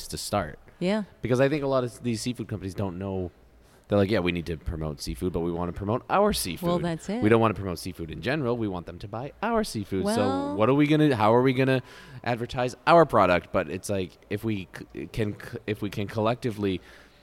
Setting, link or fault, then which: setting, busy venue